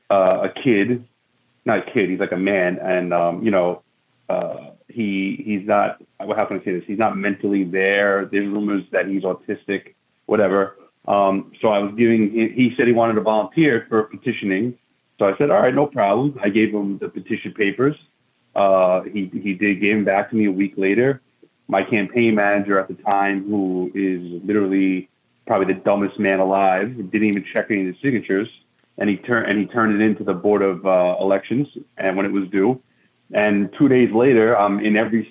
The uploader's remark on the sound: called into to talk